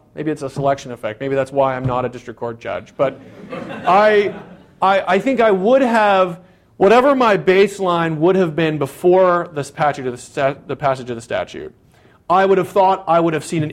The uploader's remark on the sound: This talk was recorded on April 15, 2014, as part of the Chicago's Best Ideas lecture series